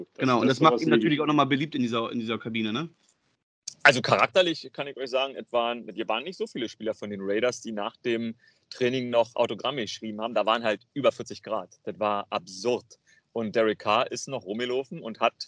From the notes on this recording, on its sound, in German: Aufzeichnung im Park in Boston